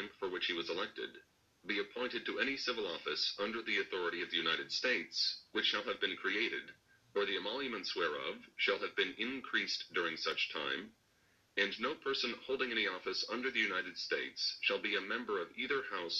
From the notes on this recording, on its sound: I am sorry for the sound quality, first episode I guess.